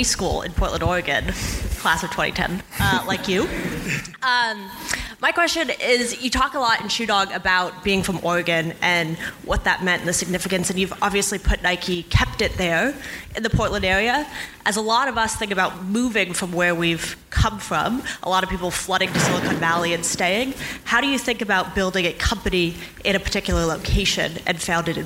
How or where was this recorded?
live audience